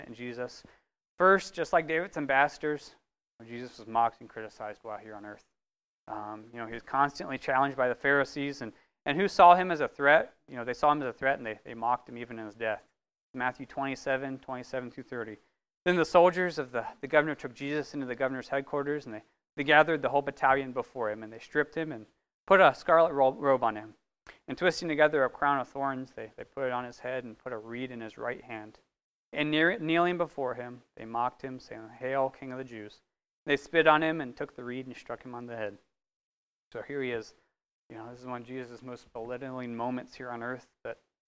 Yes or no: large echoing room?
yes